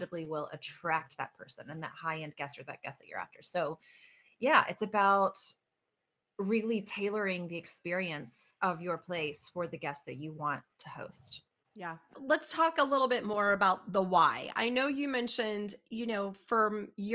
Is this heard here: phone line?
no